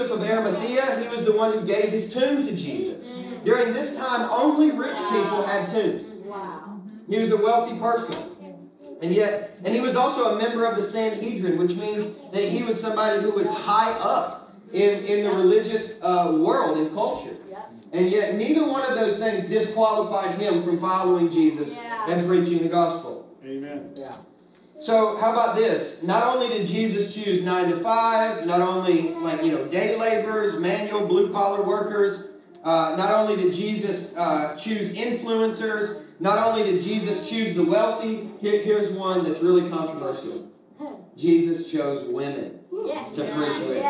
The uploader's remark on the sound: Legacy Nashville -- salvaged audio.